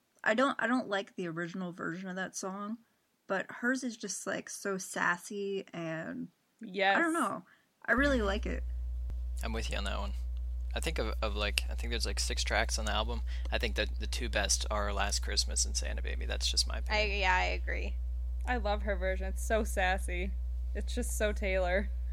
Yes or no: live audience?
no